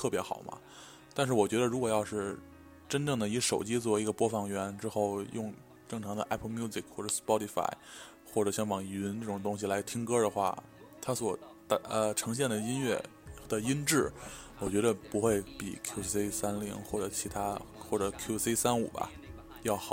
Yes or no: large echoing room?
no